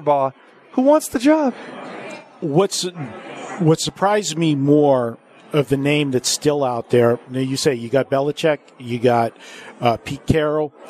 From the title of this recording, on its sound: Live from the Super Book at Westgate Las Vegas